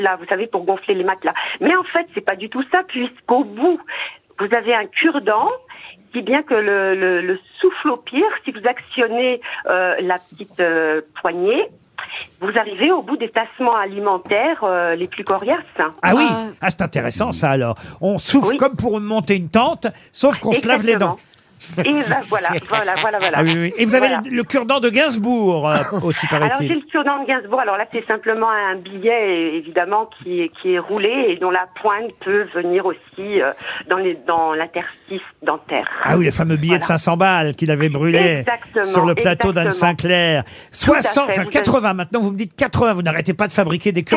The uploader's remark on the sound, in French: Les Grosses Têtes ont eu au téléphone